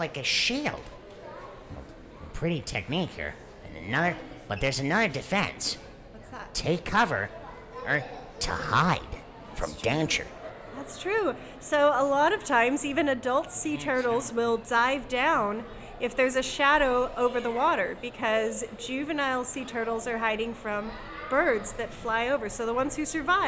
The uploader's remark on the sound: This is a video episode, which was recorded on location at the Aquarium of the Pacific in Long Beach, California.